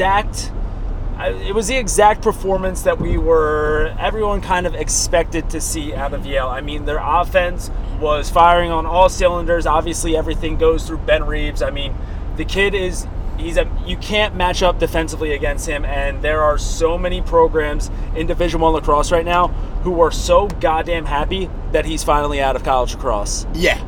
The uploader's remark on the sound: The boys hit the mics on the car ride home from Gillette